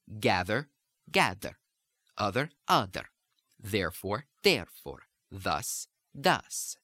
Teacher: With the voice, with the voiced one, we're going to have almost a D.